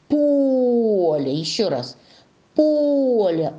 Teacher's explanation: Ударение падает на гласную О.